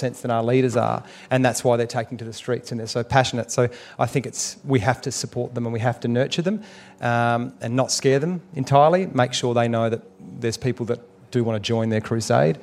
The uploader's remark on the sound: at the Byron Writers Festival